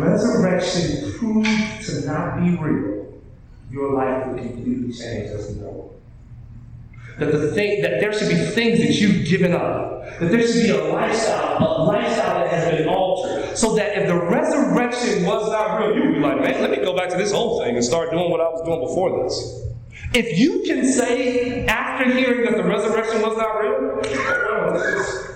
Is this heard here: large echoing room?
yes